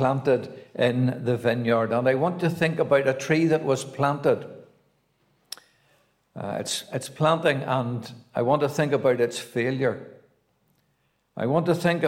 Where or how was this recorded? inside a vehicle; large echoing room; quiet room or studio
large echoing room